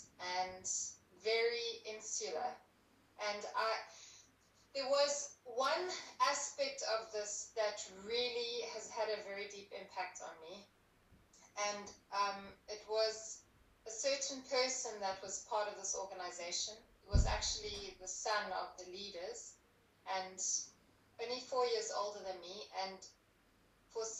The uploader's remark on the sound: Apologises for the poor sound quality.